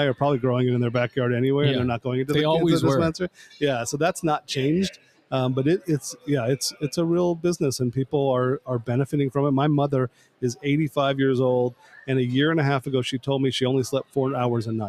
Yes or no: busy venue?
yes